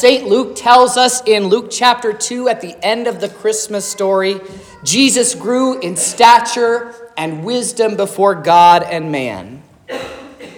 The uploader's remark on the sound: This is the sermon preached at Trinity Lutheran Church on Sunday, December 24th, 2023, which was Christmas Eve. This was the sermon from the children’s program.